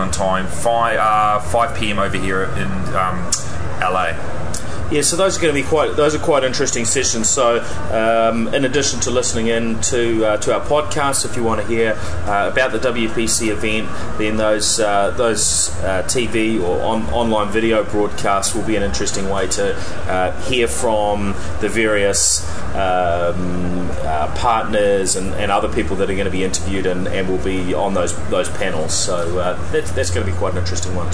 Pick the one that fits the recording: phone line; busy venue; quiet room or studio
busy venue